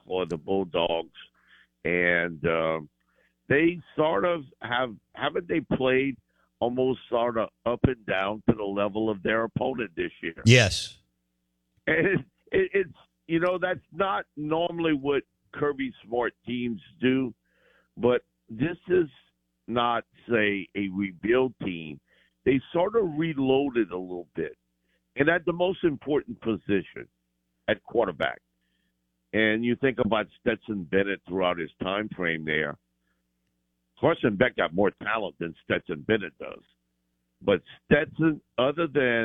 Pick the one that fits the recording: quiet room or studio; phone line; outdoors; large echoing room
phone line